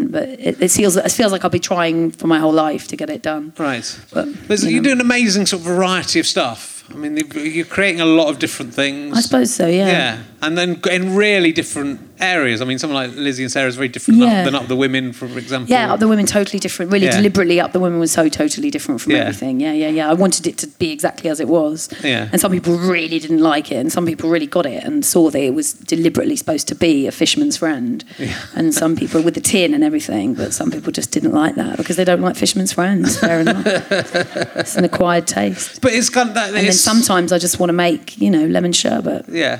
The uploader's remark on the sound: Leicester Square Theatre Podcast